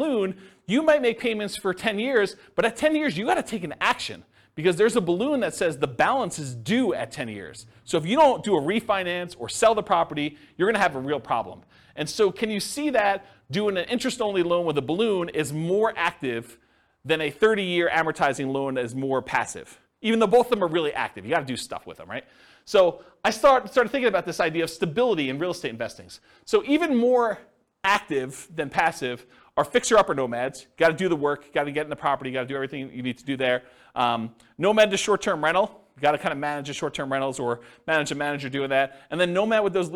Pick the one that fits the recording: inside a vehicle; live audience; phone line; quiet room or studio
live audience